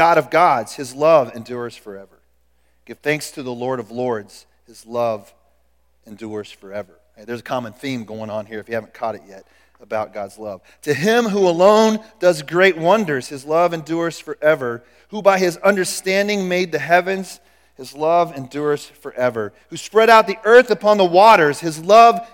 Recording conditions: large echoing room